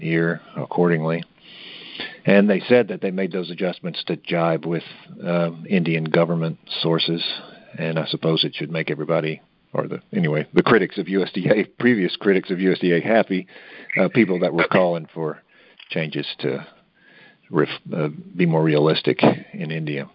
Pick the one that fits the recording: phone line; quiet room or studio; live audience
phone line